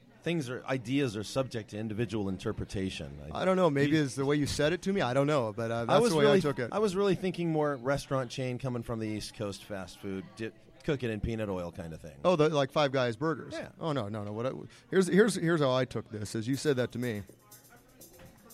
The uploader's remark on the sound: on location at the Mission Oaks Cafe